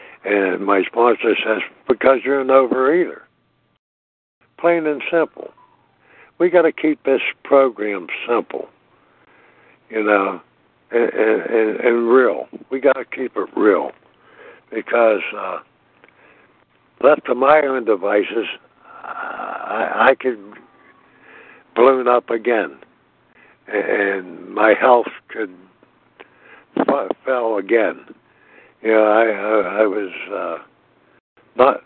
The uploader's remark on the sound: from the 100 Pounders Phone Meeting, 6/18/23.